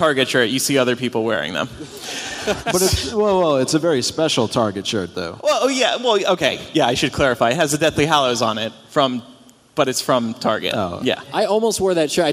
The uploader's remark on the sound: Live From Orlando. Cap off MuggleNet Live. Stick around after the live recording for a post-mortem that the three recorded the morning after.